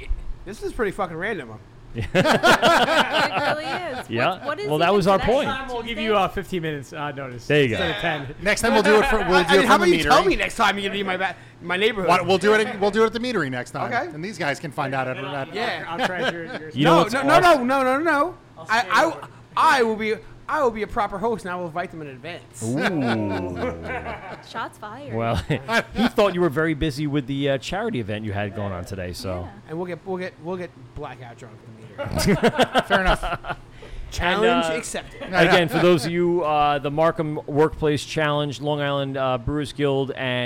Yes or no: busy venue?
yes